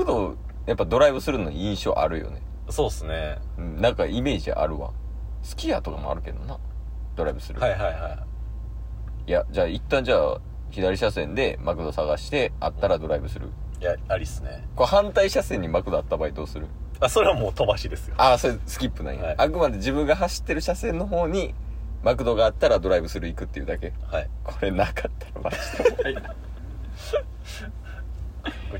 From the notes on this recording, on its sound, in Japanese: 約５年で初！ドライブ収録開催！